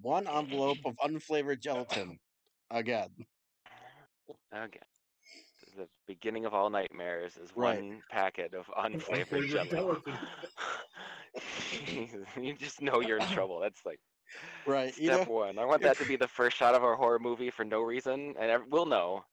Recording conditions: distortion